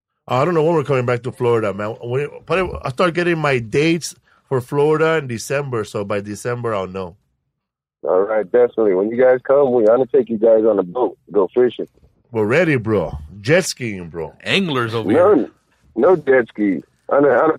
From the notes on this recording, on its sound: We did our monthly call-in show this week and took your calls for an hour.